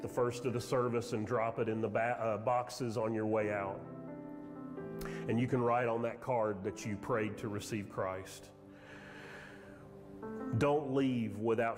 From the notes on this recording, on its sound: Sermon audio from Mission Church in Locust, NC.